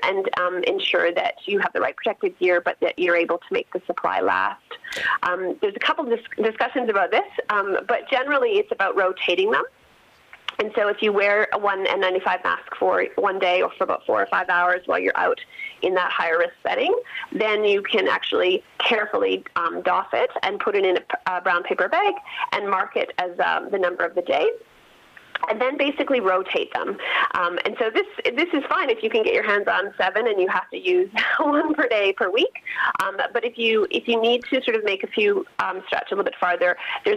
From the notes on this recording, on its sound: Calls. Gets on the horn.